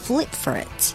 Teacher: flip 的那个 p 我们把它吃掉，把位置空出来，和后面的 for 把它连在一起